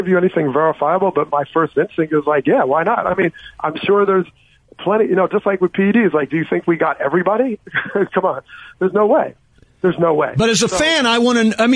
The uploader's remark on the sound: called in to the …/… show